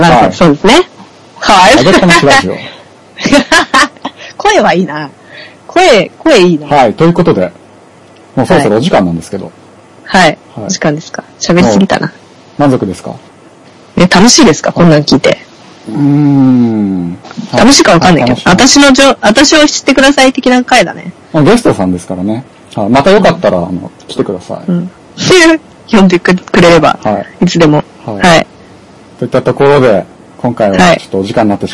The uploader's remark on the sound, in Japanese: 収録環境及び音声圧縮の影響で今回はお聞き苦しい音質になっており申し訳ありません